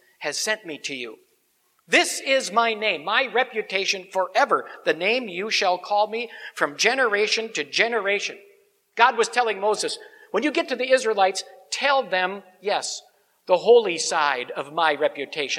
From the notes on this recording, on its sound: Sermon on Exodus 3:1-15 preached at Grace Ev. Lutheran Church.